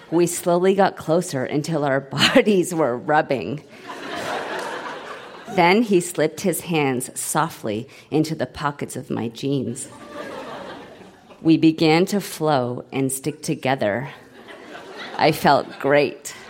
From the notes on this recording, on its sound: Recorded live at The Royal Cinema in Toronto.